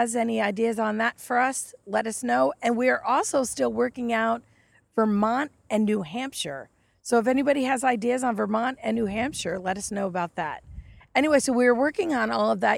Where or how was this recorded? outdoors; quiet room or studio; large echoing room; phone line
outdoors